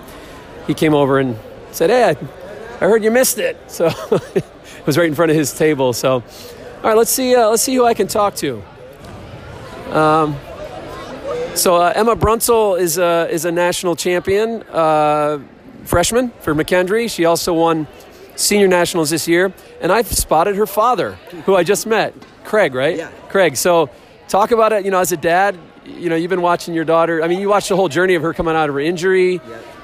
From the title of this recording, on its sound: On the Floor at WCWC Nationals